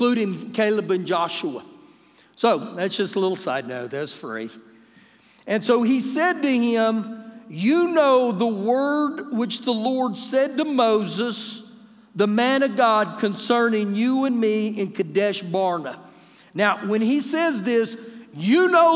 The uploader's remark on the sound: Recorded live during our Wednesday night service